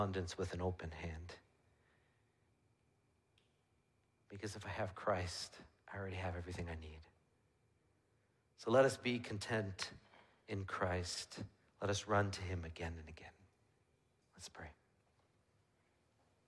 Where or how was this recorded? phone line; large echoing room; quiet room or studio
large echoing room